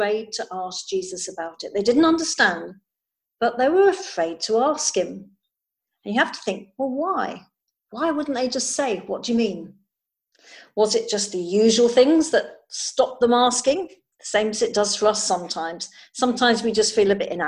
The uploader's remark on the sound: Recording of the zoom service.